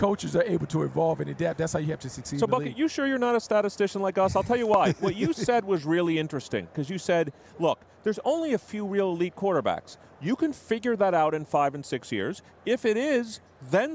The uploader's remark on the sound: live from Radio Row at Super Bowl LIII